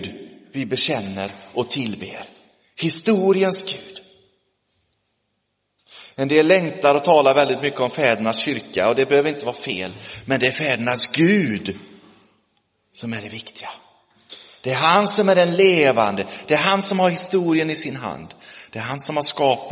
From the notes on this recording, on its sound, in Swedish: Inspelad i Roseniuskyrkan den 22 oktober 2023